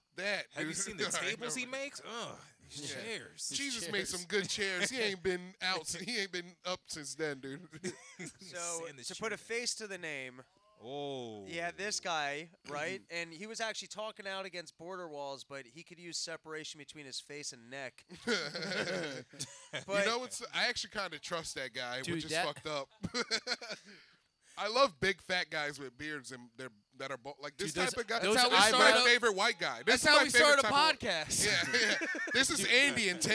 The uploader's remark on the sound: Live From Max's. A live pod.